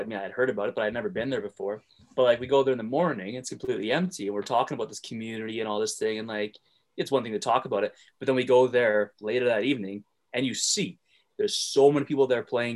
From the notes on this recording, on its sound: recorded via zoom